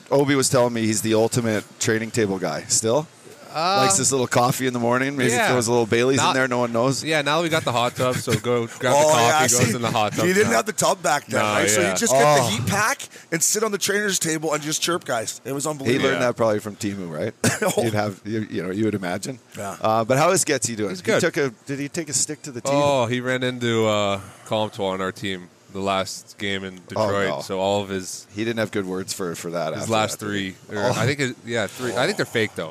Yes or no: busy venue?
yes